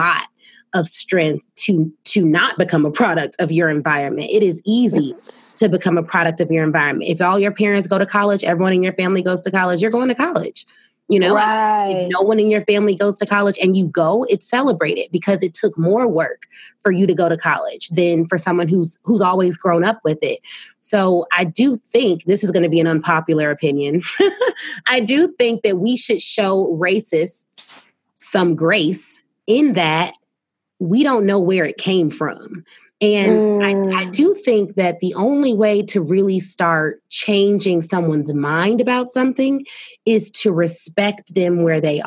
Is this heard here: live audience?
no